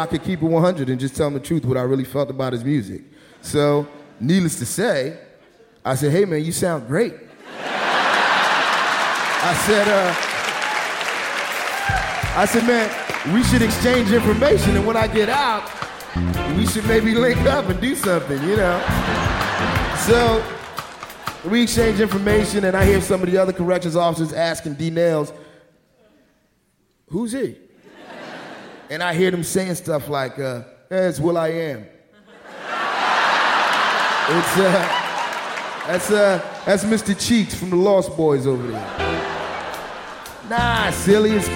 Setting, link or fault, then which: setting, live audience